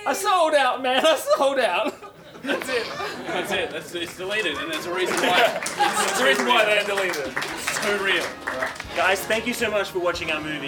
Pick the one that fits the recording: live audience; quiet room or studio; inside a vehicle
live audience